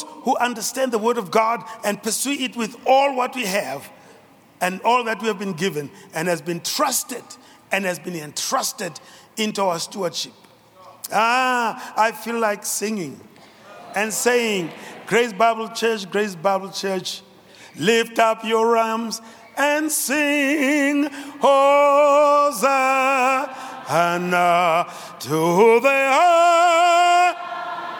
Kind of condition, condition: setting, large echoing room